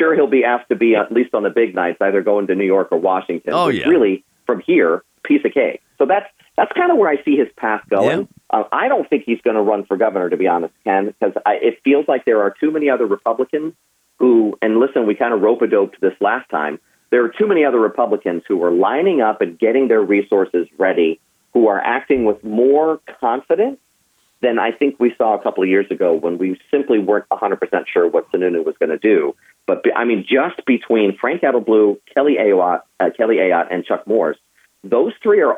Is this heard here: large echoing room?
no